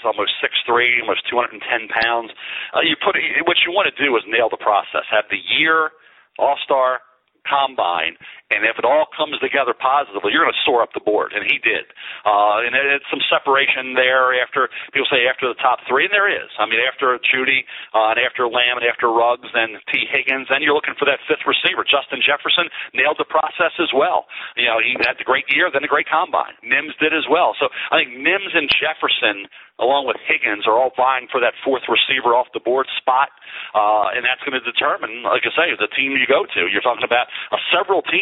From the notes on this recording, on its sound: NFL Draft teleconference